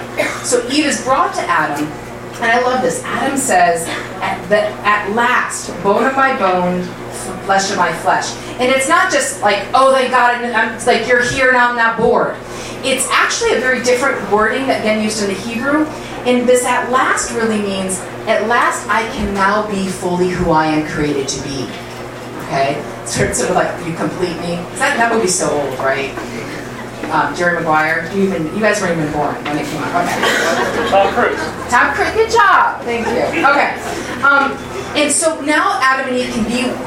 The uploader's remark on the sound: Arlington Theology on Tap. Arlington TOT is held on the 2nd Monday of each month at O'Sullivan's Irish Pub located at 3207 Washington Blvd., in Arlington, VA, across from St.